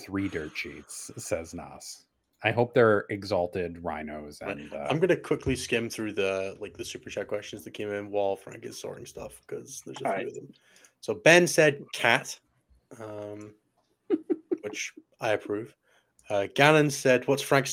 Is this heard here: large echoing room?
no